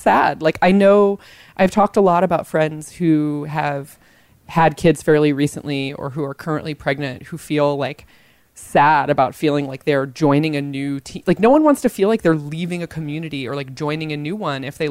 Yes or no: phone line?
no